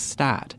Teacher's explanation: In this region, people traditionally pronounce the vowel in words like start as stat.